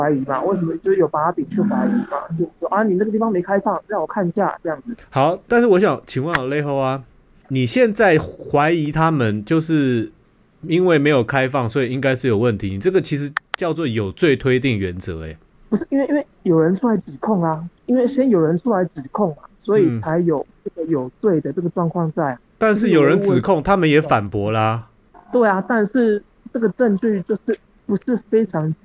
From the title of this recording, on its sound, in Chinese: 台灣人 Call